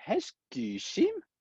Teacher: There's no way with IPA to, I think, adequately indicate how stress works, which is that I've been saying that the stress syllable is the last syllable, and generally the way it is the second to last syllable is actually stressed, but there is a rise on the last syllable